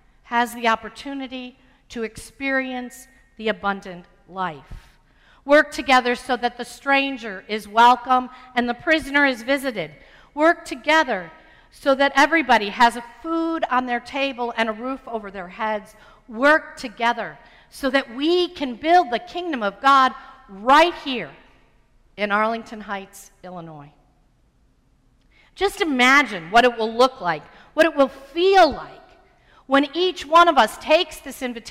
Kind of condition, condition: setting, large echoing room